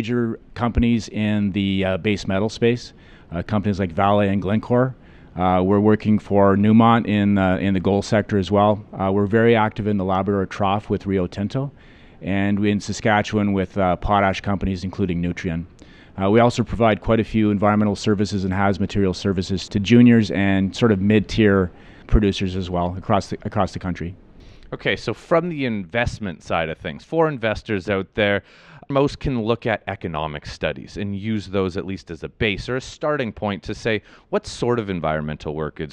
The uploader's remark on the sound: At the recent resource conferences in Vancouver I had the chance to sit down